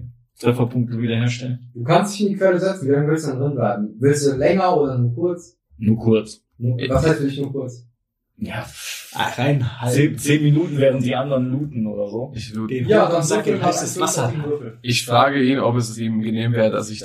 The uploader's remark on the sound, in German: Bitte entschuldigt leichte Tonprobleme, die während der Aufnahme auftraten.